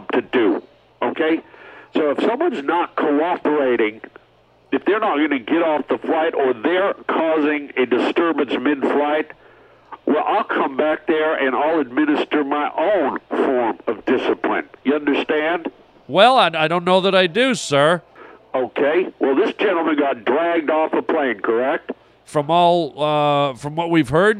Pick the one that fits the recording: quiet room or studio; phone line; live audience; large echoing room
phone line